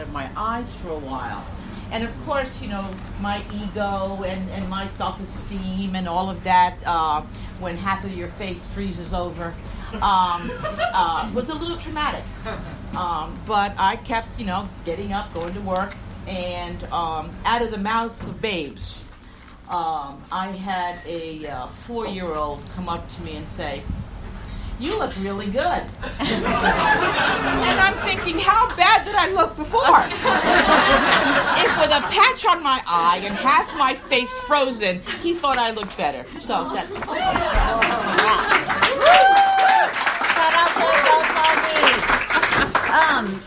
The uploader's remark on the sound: LIVE: CentroNia at Bier Baron Tavern. We finally had our first (very short) live show. We got to see the beautiful faces of our fans and heard real laughs!